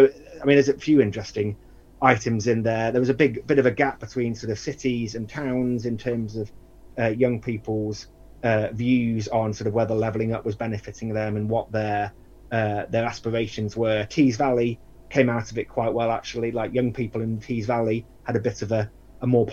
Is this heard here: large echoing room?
no